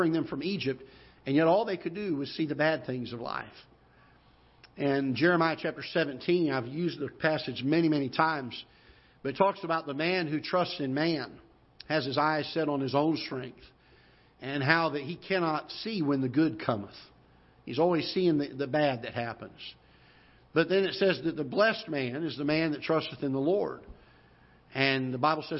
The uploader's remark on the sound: Ketha Heights Baptist Church ~ Live Broadcast